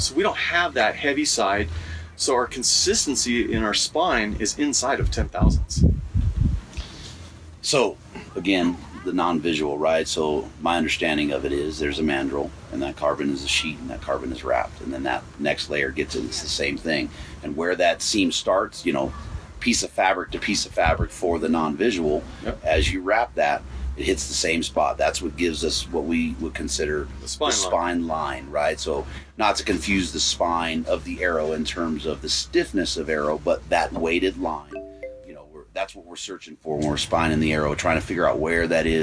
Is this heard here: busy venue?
yes